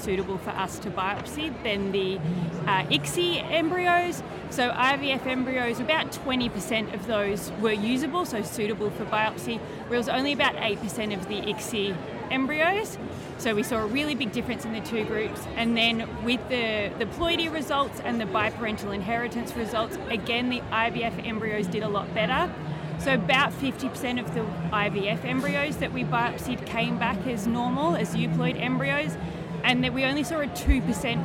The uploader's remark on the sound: Live from ESHRE 2023.